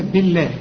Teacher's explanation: ما دام الباء مكسورة يبقى لفظ الجلالة هنا مرقق